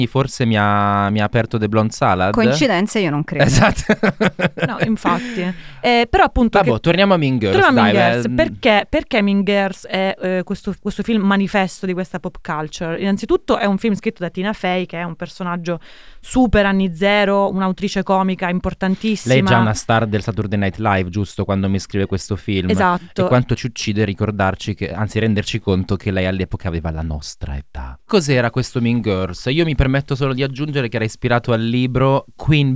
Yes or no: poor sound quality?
no